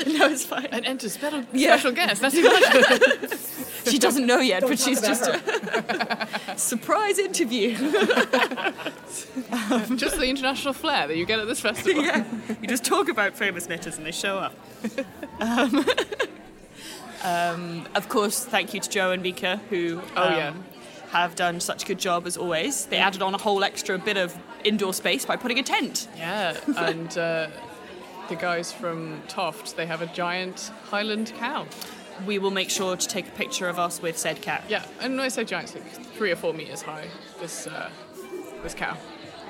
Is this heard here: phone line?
no